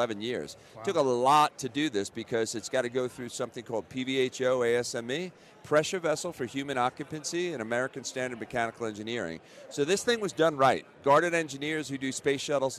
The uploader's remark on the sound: LIVE from Radio Row in Las Vegas!